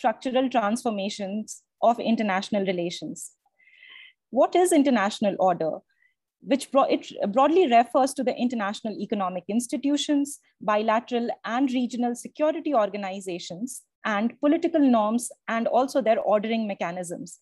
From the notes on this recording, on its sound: Zoom and Facebook Live